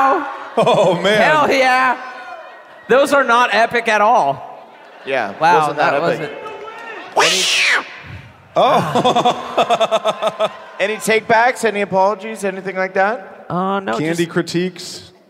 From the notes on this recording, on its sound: Live from Seattle!